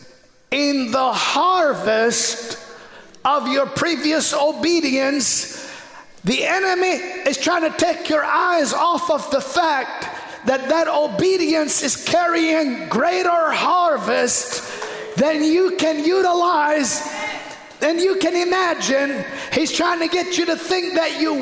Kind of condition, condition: setting, large echoing room